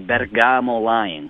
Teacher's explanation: You got to roll the R